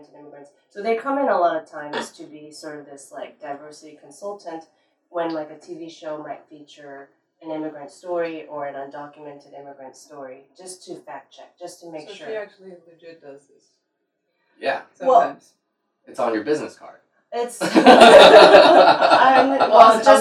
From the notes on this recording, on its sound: Our apologies for the poor audio, we ran in to some technical difficulties